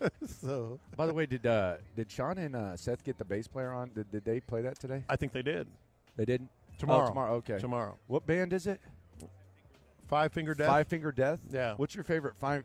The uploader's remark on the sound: Live from Radio Row